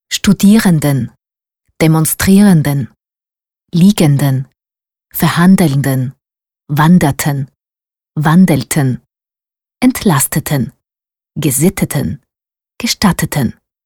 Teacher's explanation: Auch in diesen Endungen hören wir kein starkes E, sondern den Schwa-Laut.